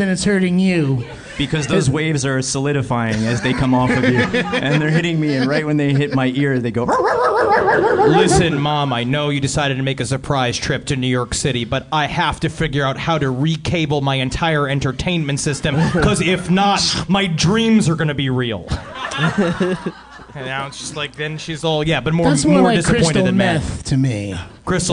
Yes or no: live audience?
yes